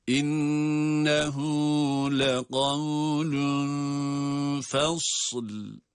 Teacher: İnne derken şeddeli nunu tutuyoruz. Sonraki zamir uzatılan zamirdir.